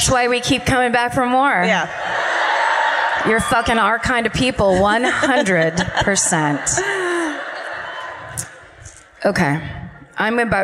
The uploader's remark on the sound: Live at the Arlene Schnitzer Concert Hall in Portland (2018).